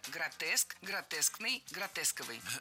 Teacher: Кстати, если мы хотим образовать от существительного «гротеск» прилагательное, то предпочтительным вариантом будет слово «гротескный» с однозначным ударением на втором слоге. Вариант «гротесковый» тоже допустим, но ударение на втором слоге сохраняется.